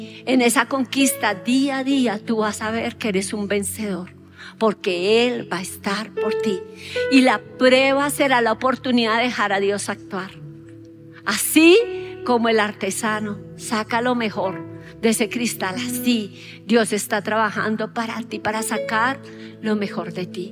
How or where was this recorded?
large echoing room